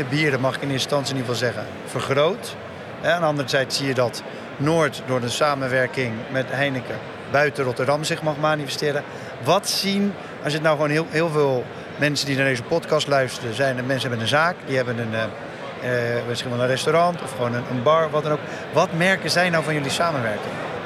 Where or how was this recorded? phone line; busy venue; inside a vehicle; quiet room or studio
busy venue